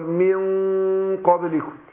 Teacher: اخفي النون عند القاف مع تفخيم الغنة نفسها · Term: الاخفاء